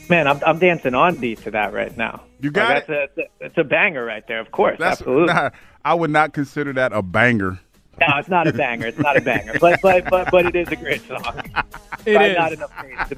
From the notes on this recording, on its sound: Callers weigh